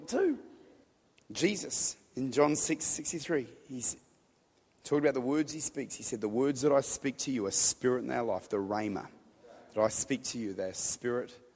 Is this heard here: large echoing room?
yes